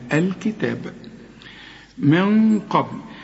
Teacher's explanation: تشكيل ساكنة جت جنب قاف والقاف من حروف الإخفاء، عايزين غنة، الغنة هنا مفخمة شوية علشان القاف